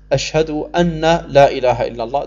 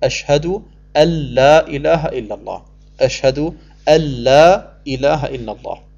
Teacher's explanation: Das heißt, Ashhadu an la ilaha illallah, und dann im Arabischen, wenn man es Hocharabisch sprechen möchte, dann verschmilzt man das N in das L, das Nun, das Lam rein. · Shown in: second take